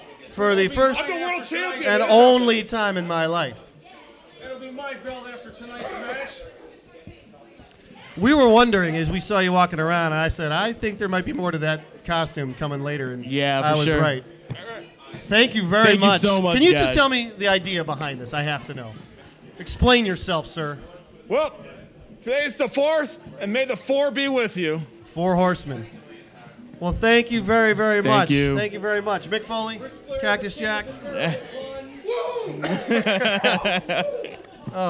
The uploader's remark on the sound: Live from Carol &amp; John's Comic Shop in Cleveland for FCBD 2018! Live from Carol & John's Comic Shop in Cleveland for FCBD 2018!